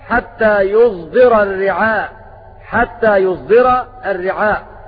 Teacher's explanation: ومعنى الإشمام خلط صوت الصاد بصوت الزاي، فيقرؤون هكذا حتى يصدر الرعاء، حتى يصدر الرعاء. وقرأ أبو